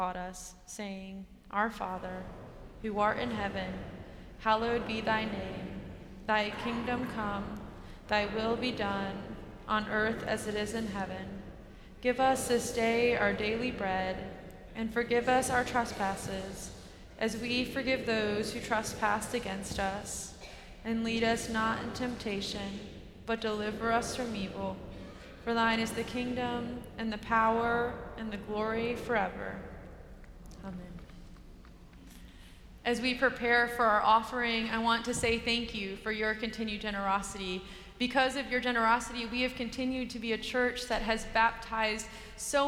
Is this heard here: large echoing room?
yes